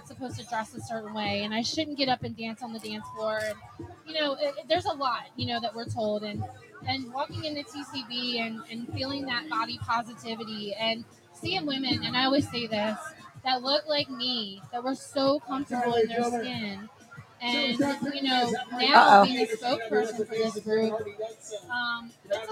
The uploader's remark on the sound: LIVE from the TPA pool